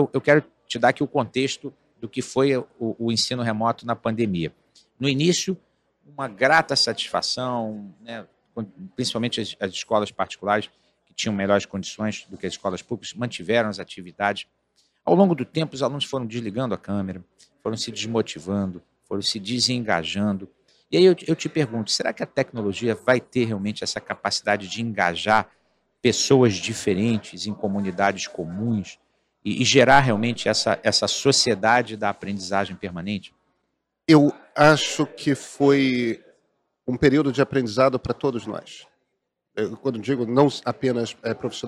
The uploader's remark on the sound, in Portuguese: Este episódio foi gravado durante o XIV CBESP, principal congresso da educação superior brasileira.